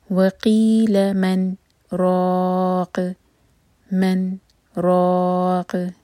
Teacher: من پر رکے تھوڑا سا پاز کیا اور سانس نہیں توڑا اس کے بعد روق پڑھا · Term: سخت